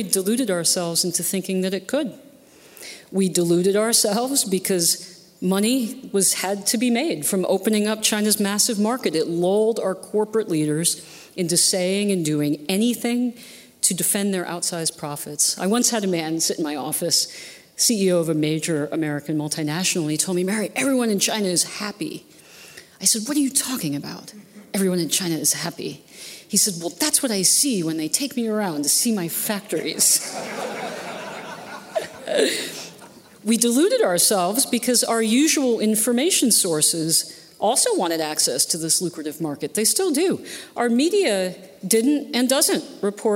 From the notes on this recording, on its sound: At this year's Acton Institute Annual Dinner.